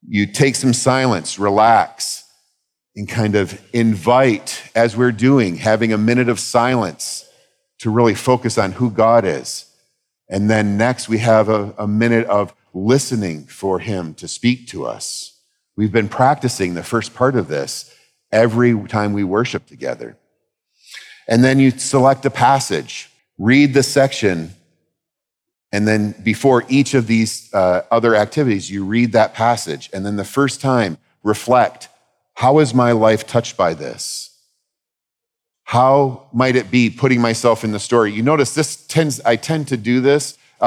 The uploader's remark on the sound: the main talks from our annual 2023 fall conference